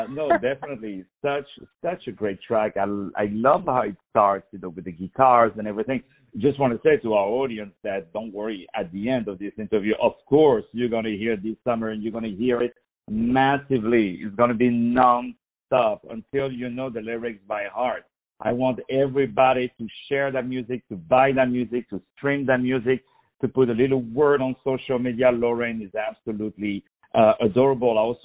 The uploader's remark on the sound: On the phone